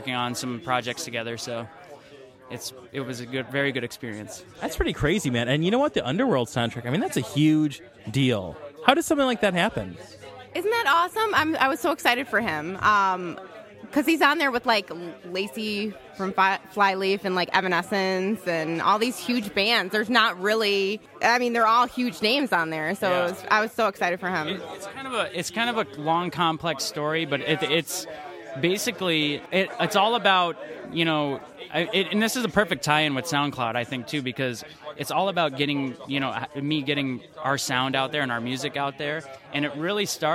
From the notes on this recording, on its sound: Broadcasting live from SoundCloud Global Meetup Day at the Music Garage. Checks in with attendees of the event.